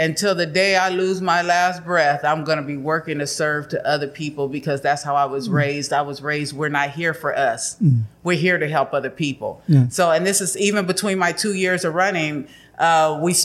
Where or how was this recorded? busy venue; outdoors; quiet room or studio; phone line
busy venue